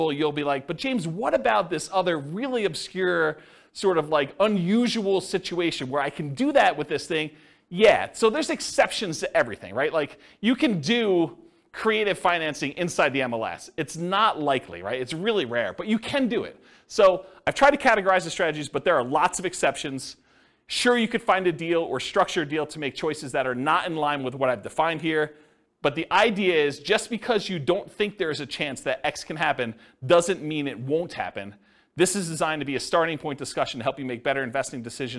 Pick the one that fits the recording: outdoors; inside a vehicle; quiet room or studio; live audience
live audience